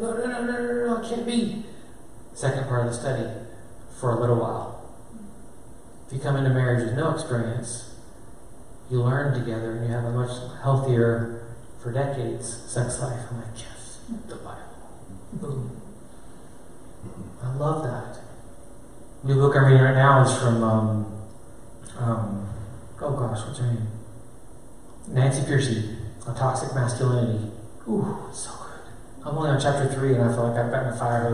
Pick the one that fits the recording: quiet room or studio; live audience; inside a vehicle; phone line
live audience